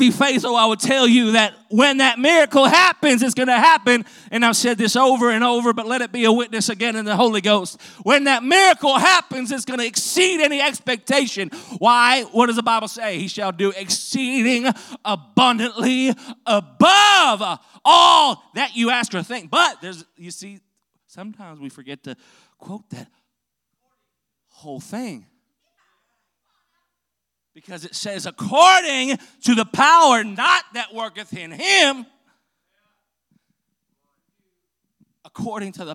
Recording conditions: large echoing room